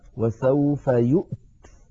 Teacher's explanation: الله، فلو وقفنا عليها اضطرارا أو اختبارا نقف عليها وسوف يؤت، وسوف يؤت بهمزة ساكنة وبعدها تاء ساكنة